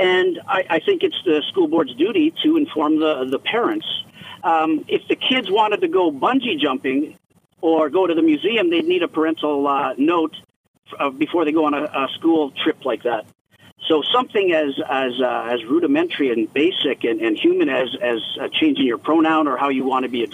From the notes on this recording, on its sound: takes to the phones to hear your thoughts